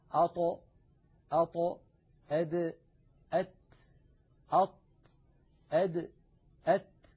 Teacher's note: هذه الثلاثة الأحرف تخرج من طرف اللسان ومن فوق من اللحم الذي نبتت فيه الأسنان، يعني من لحم اللثة